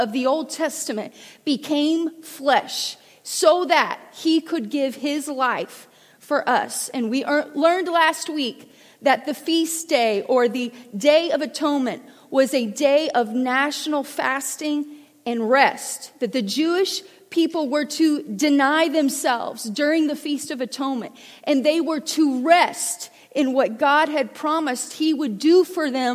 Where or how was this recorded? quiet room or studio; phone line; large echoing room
large echoing room